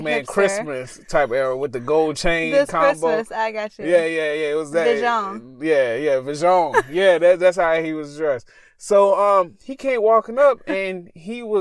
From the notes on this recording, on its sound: Join us as we once again sit in our car at the park and tell you some of the most bone chilling experience we've ever had.